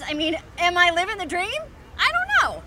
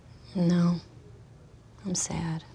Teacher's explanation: It's fast, it's a lot of pitch variability, the voice has a bright kind of timbre to it. · Shown in: first take · Term: happy voice